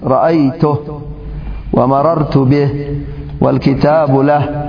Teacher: إن كان الضمير عائدا على مفرد مذكر وقفنا على الهاء بالسكون مثل رأيته ومررت به والكتاب له. · Term: هاء الضمير